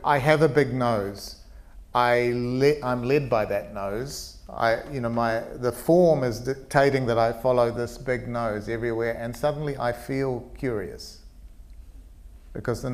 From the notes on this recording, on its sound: Live podcast from Q Theatre. Went live in front of an audience at the Podfest at Q.